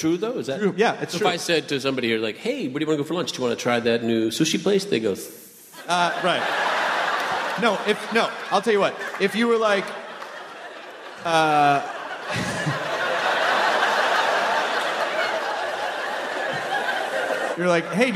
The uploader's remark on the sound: It's the Nerdist Podcast live from SF Sketchfest at the Curran Theatre!